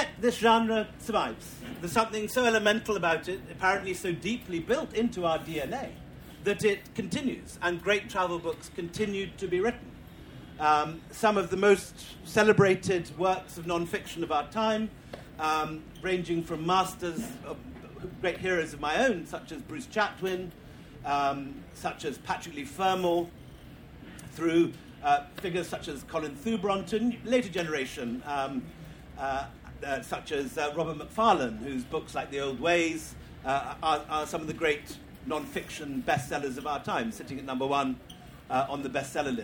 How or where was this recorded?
live audience